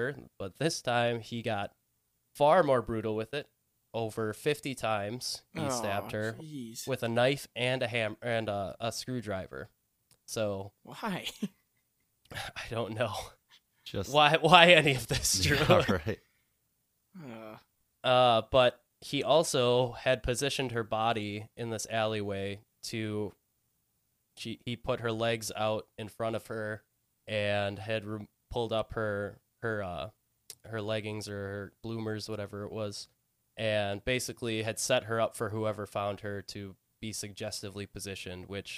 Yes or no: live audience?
no